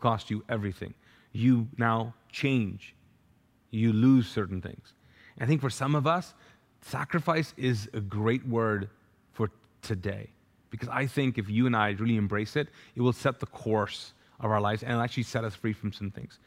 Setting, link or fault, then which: setting, large echoing room